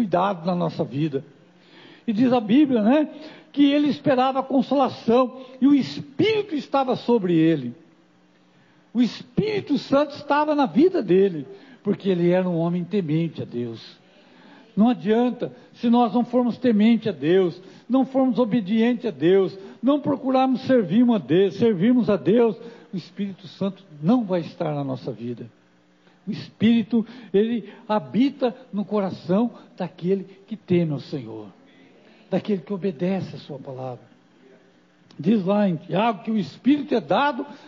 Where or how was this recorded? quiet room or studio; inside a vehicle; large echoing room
large echoing room